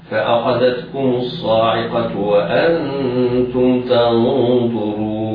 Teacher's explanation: أما إذا وقفنا على كلمة تنظرون فهذه الواو نقف عليها لنا فيها ثلاثة أوجه. الوجه الأول: الطول بمقدار ست حركات